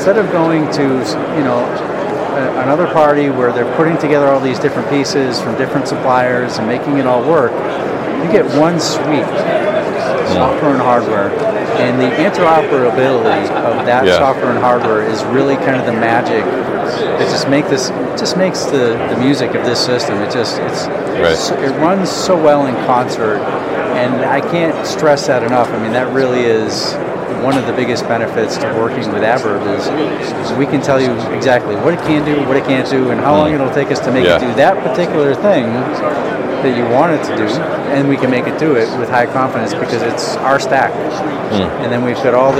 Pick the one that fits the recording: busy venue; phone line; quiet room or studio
busy venue